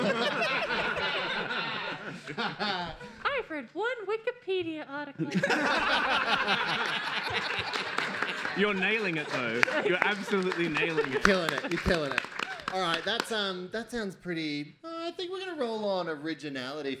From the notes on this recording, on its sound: This week's episode was recorded live at PAX AUS 2022, the same convention where the Pixel Hearts debuted.